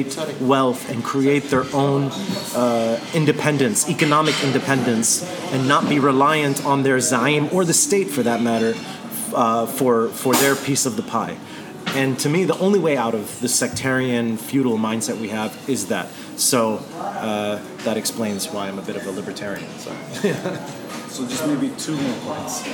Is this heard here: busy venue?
yes